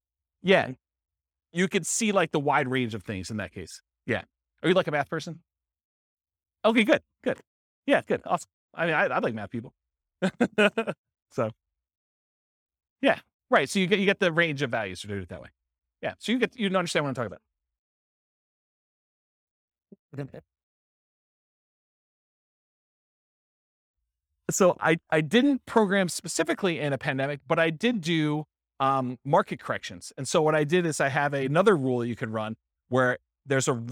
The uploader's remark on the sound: This was a live class recorded